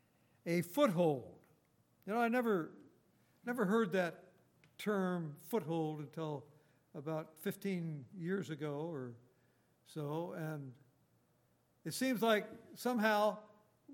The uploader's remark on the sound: Recorded on September 23, 2018, at Grace Bible Fellowship in Front Royal, VA.